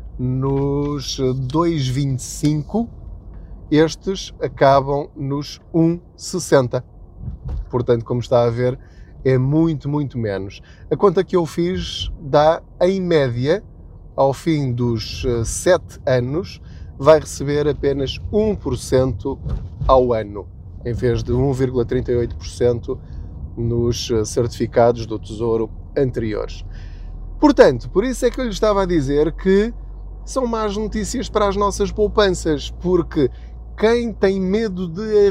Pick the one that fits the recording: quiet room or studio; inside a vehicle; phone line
inside a vehicle